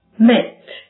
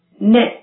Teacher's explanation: 一个是双唇鼻辅音还有一个是舌尖齿龈鼻辅音